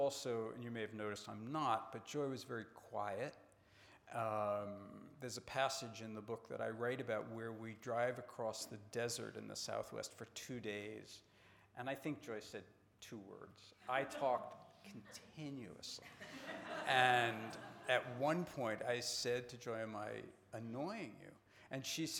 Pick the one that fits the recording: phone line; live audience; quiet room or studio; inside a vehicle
live audience